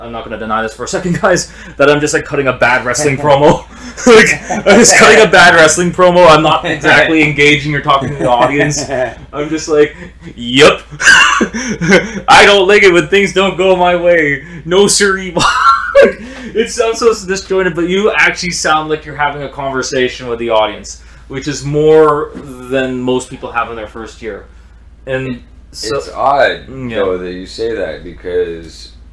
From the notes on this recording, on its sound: Apologies for the audio issues